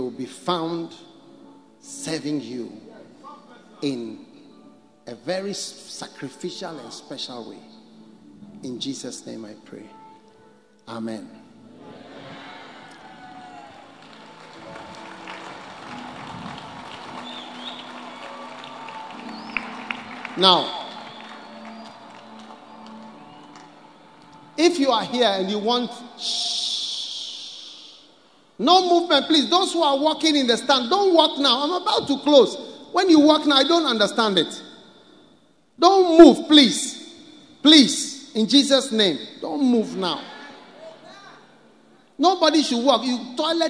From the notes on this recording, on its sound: Preached at the Good Friday Miracle Service, Independence Square, Accra.